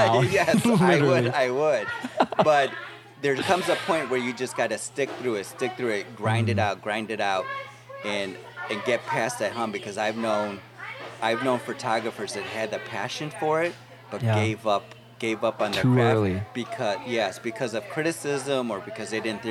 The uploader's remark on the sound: As we join Virtues in Motion for their pre-competition live and digital event. We did our best to cut out as much background noise as possible.